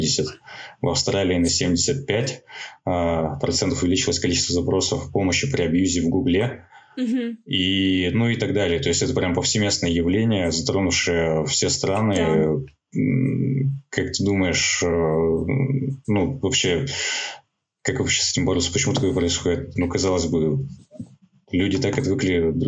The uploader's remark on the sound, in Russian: С нашей новой гостьей мы записывались удаленно, находясь на самоизоляции и в режиме повышенной готовности.